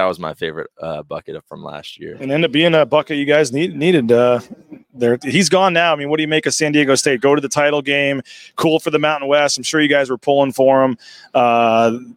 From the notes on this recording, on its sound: LIVE from Resorts World in Las Vegas. At Mountain West Basketball Media Days.